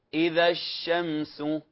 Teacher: لاحظ انتشار الهواء أو انتشار النفس في الفم، هذا يسمى التفشي